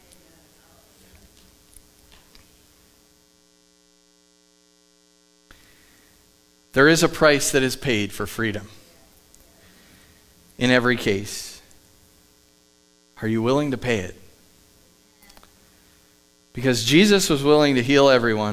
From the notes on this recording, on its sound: Live from The Summit Church in Dover, OH